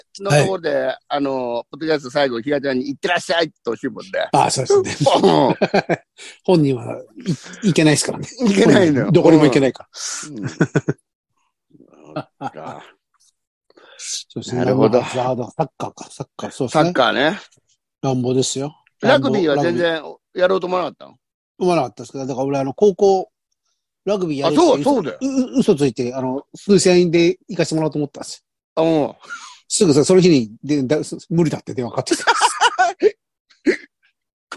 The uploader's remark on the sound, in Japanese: ZOOMで収録。